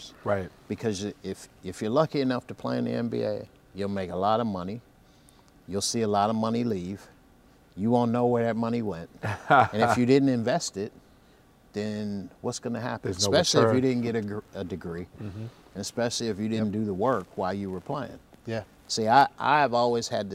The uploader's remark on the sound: LIVE FROM THE COLOSSEUM. We're live from The Nassau Colosseum home to the Long Island Nets.